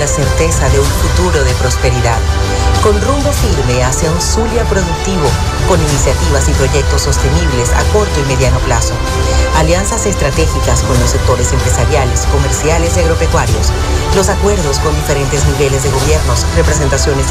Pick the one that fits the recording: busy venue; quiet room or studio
busy venue